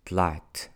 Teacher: You will think that there is an alif, but there is no alif. It's just a sukoon.